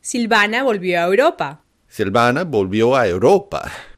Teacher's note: And then we have the noun Europa, which begins with an E and then a U. So the sinalefa, or this fusion of vowels, will include the I, O, A, E, U.